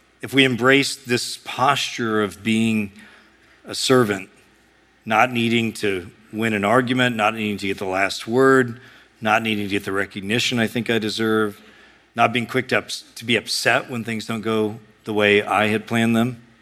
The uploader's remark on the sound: A sermon preached at Sojourn East